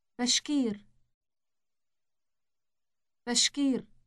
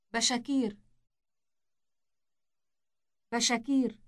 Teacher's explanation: You simply insert an a sound after sha. · Shown in: second take